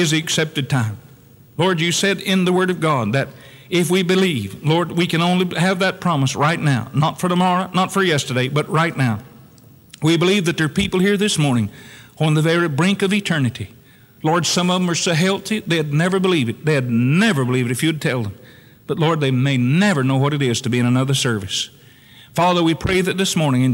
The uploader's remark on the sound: Originally preached on July 7, 1974 at Northside Baptist Church.